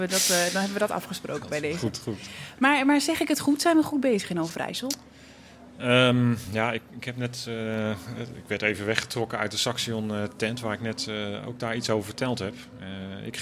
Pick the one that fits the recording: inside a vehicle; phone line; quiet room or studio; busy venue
busy venue